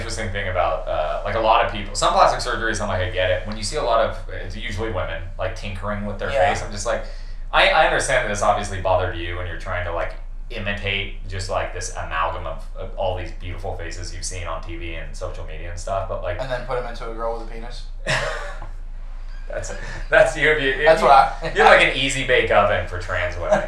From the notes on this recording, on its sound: Great ep, horrible audio.